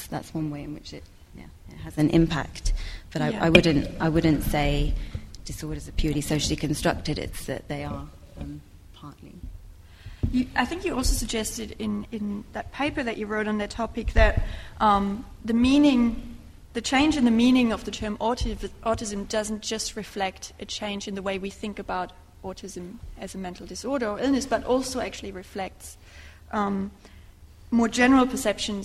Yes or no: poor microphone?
no